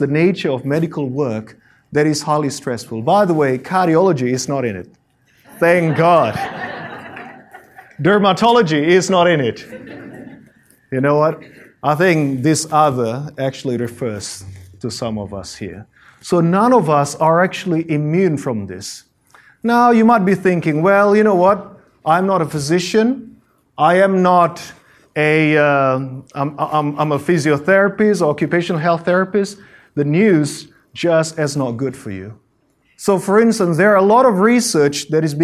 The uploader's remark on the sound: Presentation given at the AMEN Australia 2018 annual conference held in Adelaide, Australia